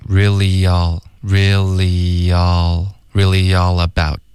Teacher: 在添加连读方面， really 跟 all 之间会添加一个 y 的音